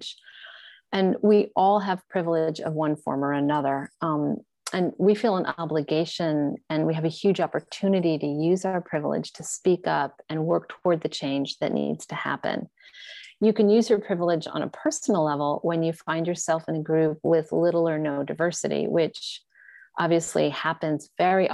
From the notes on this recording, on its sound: This conversation was recorded on Zoom.